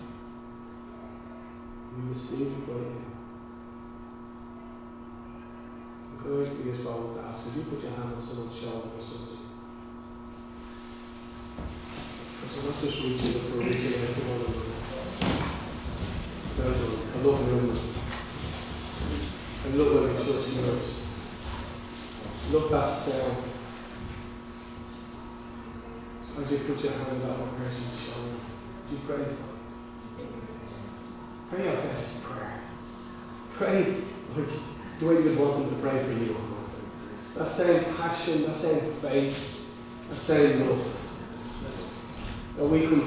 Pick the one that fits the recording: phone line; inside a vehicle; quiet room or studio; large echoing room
large echoing room